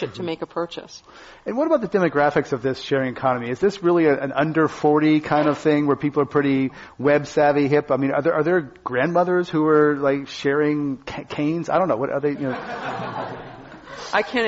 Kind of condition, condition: setting, live audience